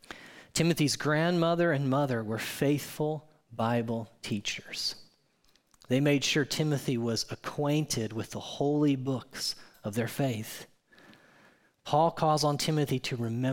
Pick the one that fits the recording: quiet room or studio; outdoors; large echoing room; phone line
large echoing room